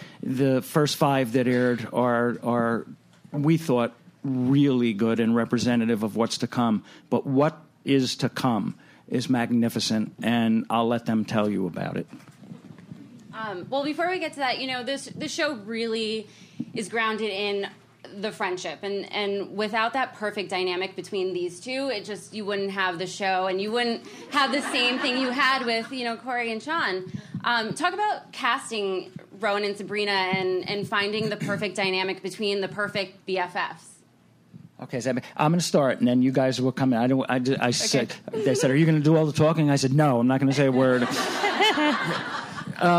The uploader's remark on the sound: Recorded at ATX Television Fest in June 2015.